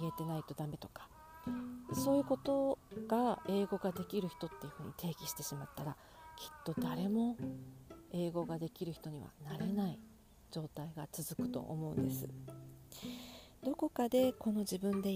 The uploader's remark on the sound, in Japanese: BGMはカラスの鳴き声!?初めて戸外で録音してみました。音が小さいです！！！ボリュームUPしてお聴きください。カラスが鳴いてたり、蝉が鳴いてたり、蚊にかまれたりしています(笑)。